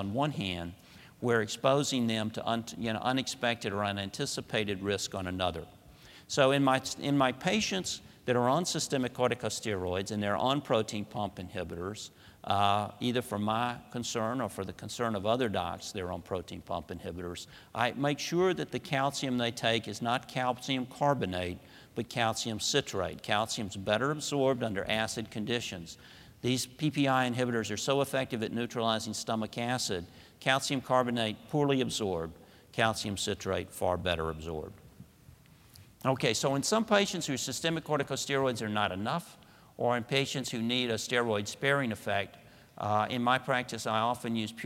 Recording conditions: large echoing room